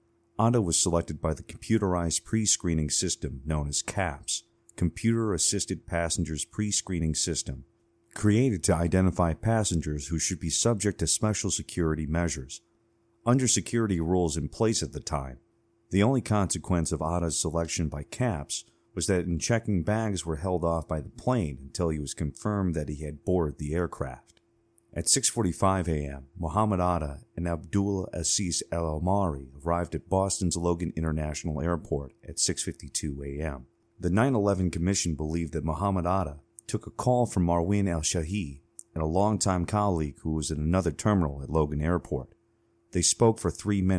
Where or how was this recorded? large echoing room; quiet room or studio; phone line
quiet room or studio